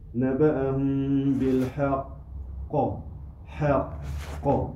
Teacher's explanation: il y a une qalqala on l'appelle la grosse qalqala parce que il y a une shadda